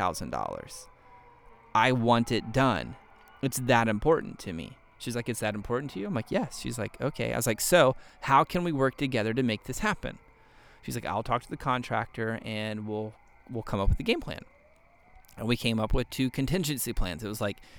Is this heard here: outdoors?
yes